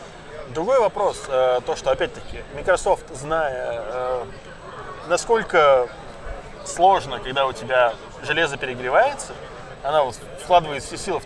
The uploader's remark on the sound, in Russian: Этот выпуск, как в старые-добрые времена записан в баре. Точнее на веранде.